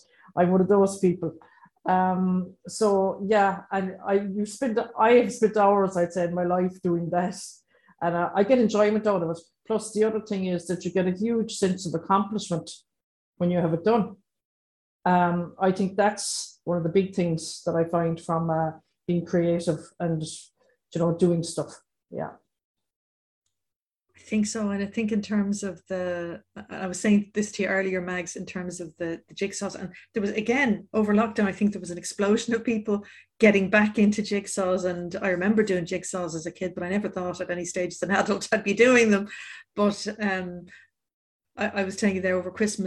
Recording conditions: video call